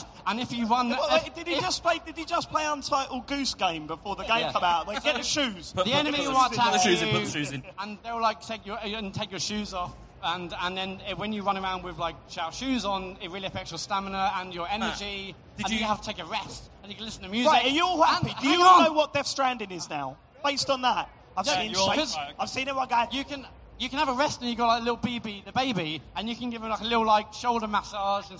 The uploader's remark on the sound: The boys return to the stage in this very special episode of The Computer Game Show, live from EGX 2019. Answer questions live from the audience.